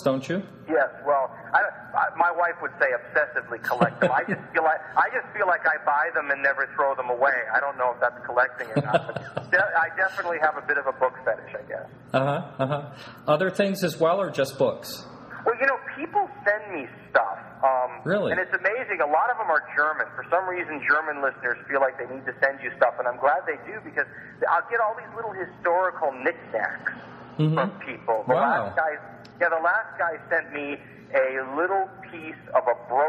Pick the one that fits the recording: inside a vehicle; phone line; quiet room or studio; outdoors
phone line